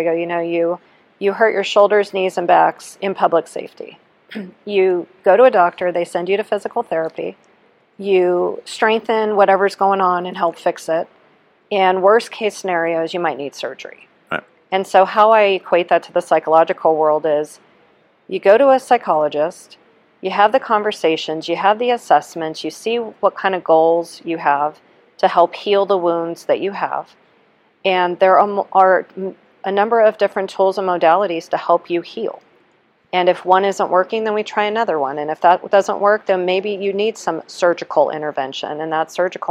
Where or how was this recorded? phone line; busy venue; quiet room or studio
busy venue